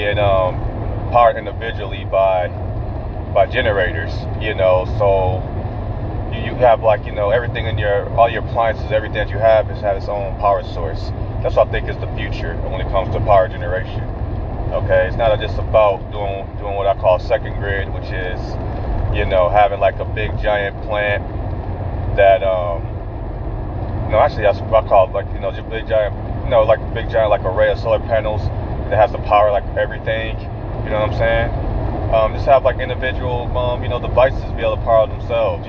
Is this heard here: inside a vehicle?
yes